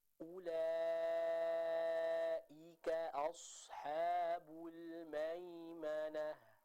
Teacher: Kita tebalkan swadnya, namun ha-nya harus tetap dibaca dengan tipis.